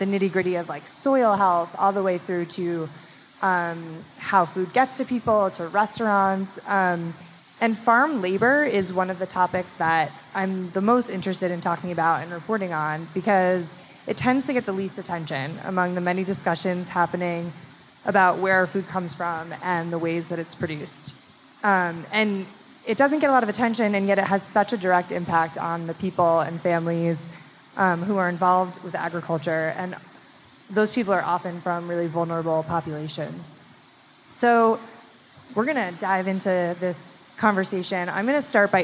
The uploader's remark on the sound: Panel discussion on agricultural labor in front of a live audience at Brooklyn’s Museum of Food and Drink (MOFAD).